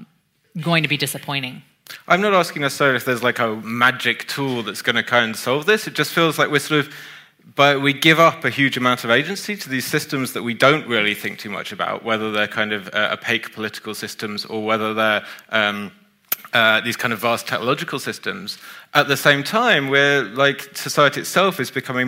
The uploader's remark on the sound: This was recorded at the Royal Institution on Monday 1 October 2018.